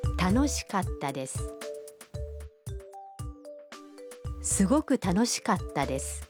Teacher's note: Katta is pronounced with a brief pause in between ka and ta.